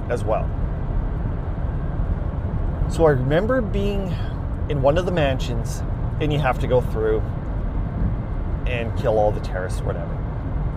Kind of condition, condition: setting, inside a vehicle